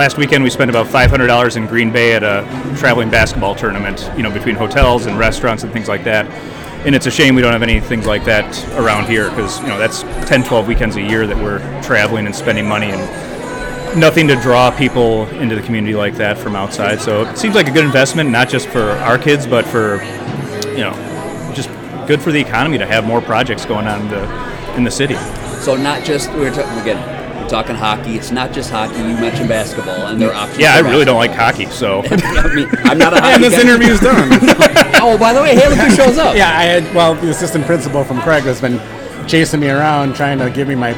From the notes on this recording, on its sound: The Jamble 'live' at Woodman's Center Community Day. Setup shop at the old Sears building at 2500 Milton Avenue to talk to visitors at the Woodman's Center Community Day. Several folks just walking by to get their take on the proposed project.